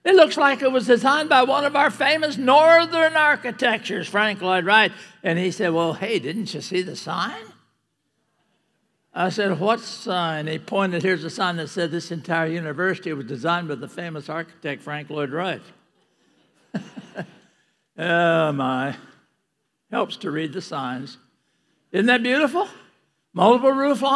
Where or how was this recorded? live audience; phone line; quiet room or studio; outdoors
live audience